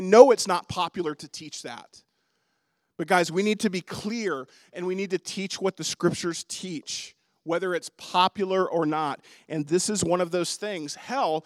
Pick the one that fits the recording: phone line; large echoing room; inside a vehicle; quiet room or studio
large echoing room